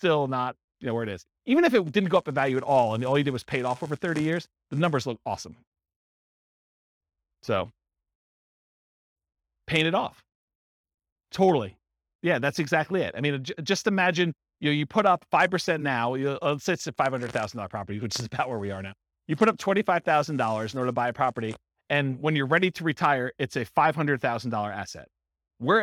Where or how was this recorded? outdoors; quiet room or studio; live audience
live audience